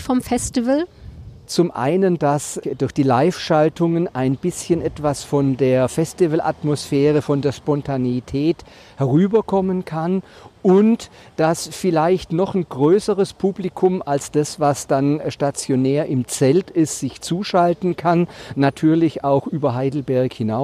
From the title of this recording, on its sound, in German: auf dem Uniplatz